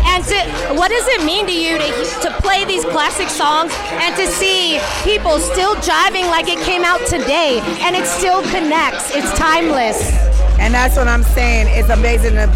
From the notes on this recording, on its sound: Opening Night at Sundance Film Festival. We are LIVE from the SundanceTV HQ red carpet.